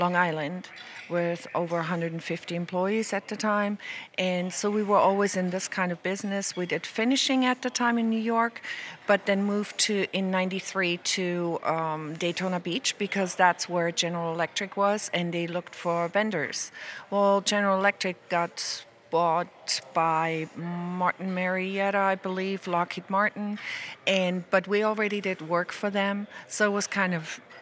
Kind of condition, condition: setting, busy venue